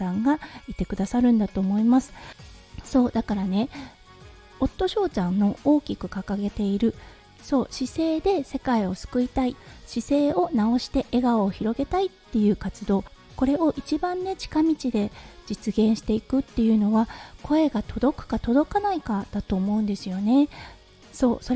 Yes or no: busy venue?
no